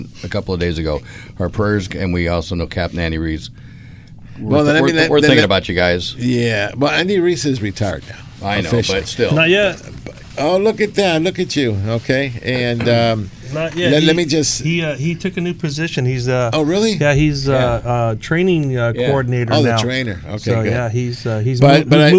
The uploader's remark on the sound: "LIVE" from Angel Stadium in Anaheim, CA